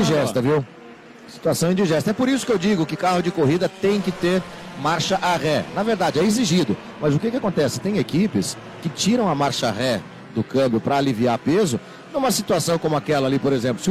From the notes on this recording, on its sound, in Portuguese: Transmissão AO VIVO da 2ª Etapa 2022 (corrida 1), da Gold Classic, direto do Autódromo Velocitta - Mogi Guaçú (SP).